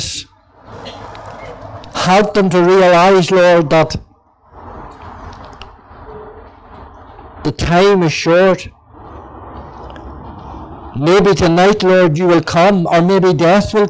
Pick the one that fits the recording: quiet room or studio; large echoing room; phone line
large echoing room